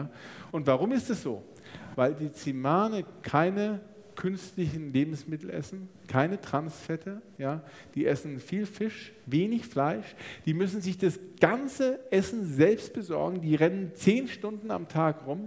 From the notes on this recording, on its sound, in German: Theresien-Krankenhaus Nürnberg. Live-Aufzeichnung. Dazu hatten auch die Zuhörer*innen zahlreiche Fragen.